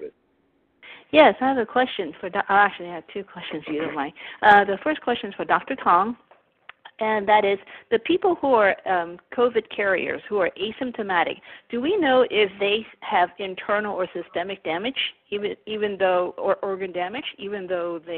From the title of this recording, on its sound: Telephone Town Hall July 19th